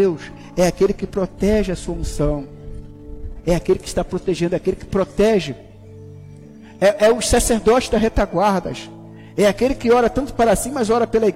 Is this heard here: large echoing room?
yes